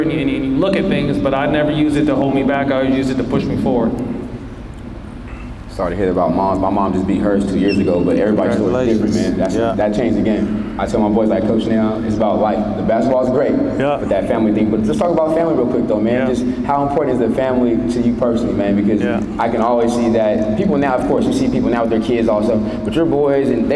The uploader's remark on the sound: joins us live at his basketball camp